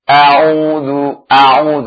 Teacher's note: Ta'awudznya a'udhu, a'udhu, hamzahnya berarti kan ya. Hamzah dengan ain beda makhraj ya. Hamzah di aqsal halq ya. Ain di wasat al halq.